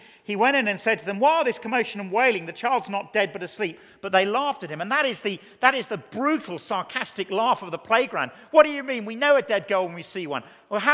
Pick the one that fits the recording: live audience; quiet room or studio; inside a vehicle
live audience